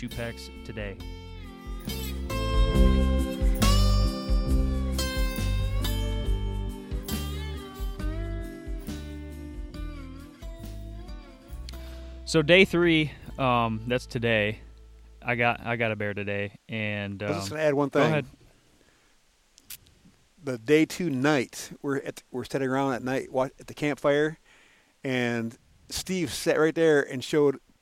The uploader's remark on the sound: Coming to you live from bear camp in the upper peninsula of Michigan